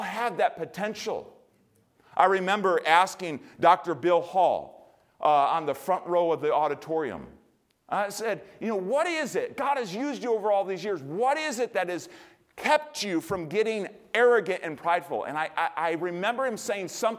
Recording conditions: large echoing room